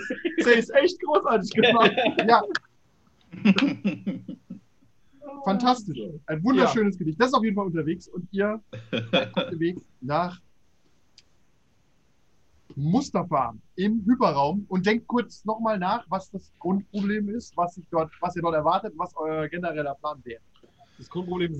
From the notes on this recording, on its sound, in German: Audio ist dieses Mal leider die Notfallspur